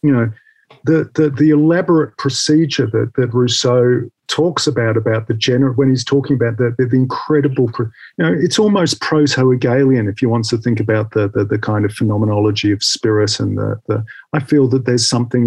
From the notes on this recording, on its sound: The seminar took place over Zoom